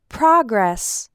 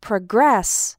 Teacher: the word progress, with the stress on the second syllable, is a verb · Shown in: second take